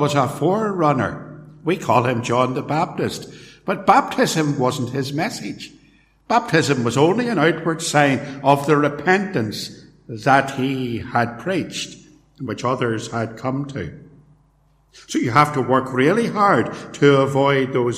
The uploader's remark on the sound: Recorded live at Templepatrick Reformed Church, Co.Antrim.